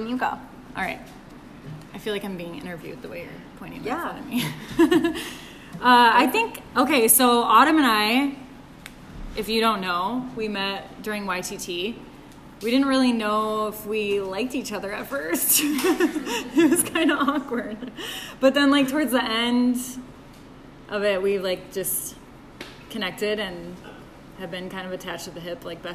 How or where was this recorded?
busy venue